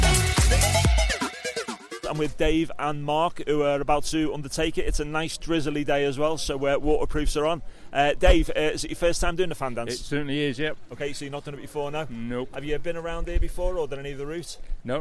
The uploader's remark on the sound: Recorded live at the AEE Summer Fandance 2022.